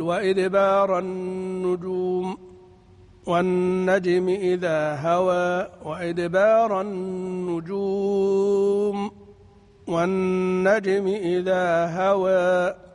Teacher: النجوم يجوز لي قصر وتوسط وإشباع في كلمة في الوقف في المد، وإن كان المختار بالنسبة لورش أو الذي المقدم عند المغاربة هو الإشباع في رواية أبي يعقوب الأزرق، لكن الأوجه الثلاثة جائزة، القصر والتوسط والإشباع في العار.